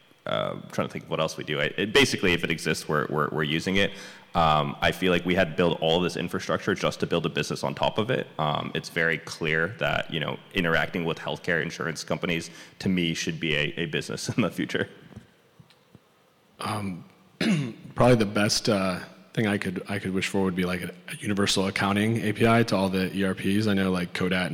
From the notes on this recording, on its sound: This recording is from Fintech Nexus USA held at the Javits Center in New York City.